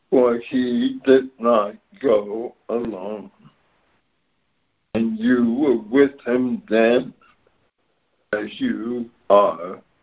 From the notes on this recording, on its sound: ACIM Daily Conference Call.